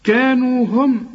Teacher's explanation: ميم عليها سكون اوعى تغنها